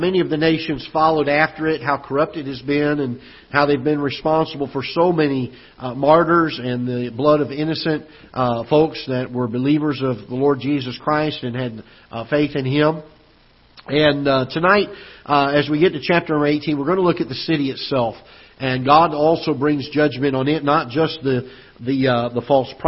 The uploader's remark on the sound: Ketha Heights Baptist Church ~ Live Broadcast